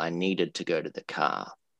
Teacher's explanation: the two words or the two sounds in that sentence that you need to stress are need and car · Term: sentence stress